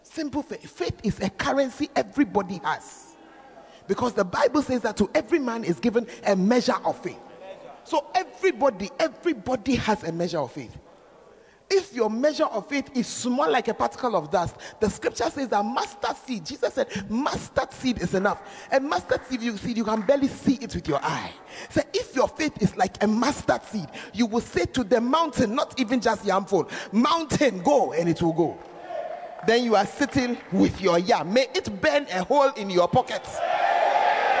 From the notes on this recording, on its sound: Preached At Servants Armed And Trained Campaign Camp